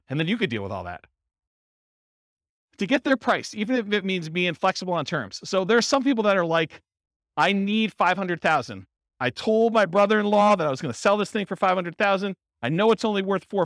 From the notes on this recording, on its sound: This was a live class recorded